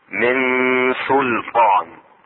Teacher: الشاهد هنا من سلطان، سلطان من سلطان، يجب اظهار لام الاسم، وهي لام اصلية وليست مزيدة